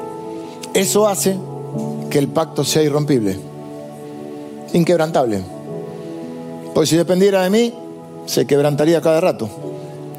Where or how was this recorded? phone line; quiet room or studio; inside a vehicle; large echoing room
large echoing room